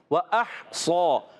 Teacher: और हा हमजा को हा से मिलाएंगे, वह अह सो, हा को क्लियर रखना है हलक के दरमियान वाले हिस्से से